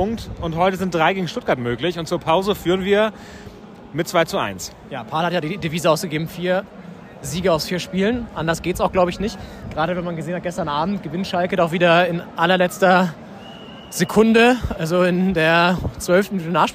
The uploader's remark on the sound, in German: Live-Reportage aus dem Berliner Olympiastadion